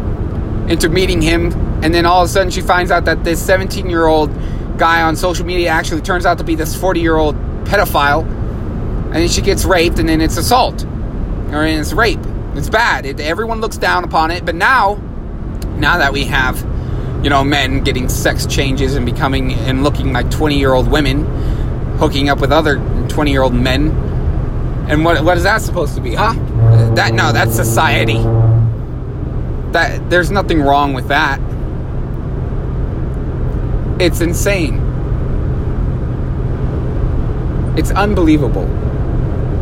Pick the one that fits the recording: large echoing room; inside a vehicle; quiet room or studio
inside a vehicle